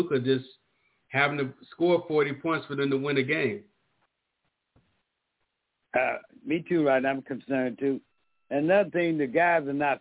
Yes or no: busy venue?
no